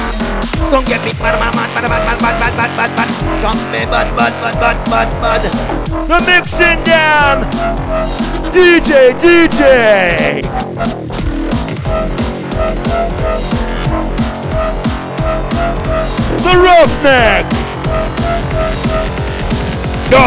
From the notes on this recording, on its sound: LIVE FROM CIRCLE 8 AT CLUB KARMA IN CARDIFF. THIS 3 DECK MADNESS.